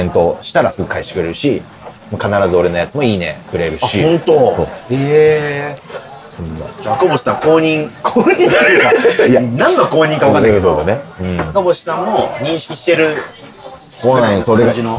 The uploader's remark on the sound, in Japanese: 本当は静かな公園で録る予定だったのですが突然の雨によりびっくりドンキーに避難して収録したので、ほどよくガヤガヤしていますがご容赦ください。